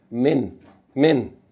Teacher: You pronounce the kasra as though there's a noon after it. · Term: tanween with kasra